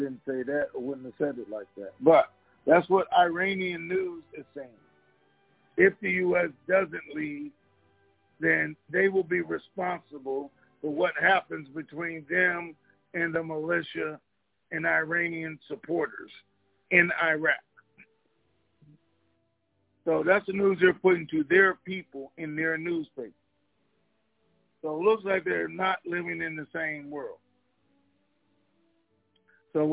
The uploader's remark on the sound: TNTSuperfantastic Conference Call.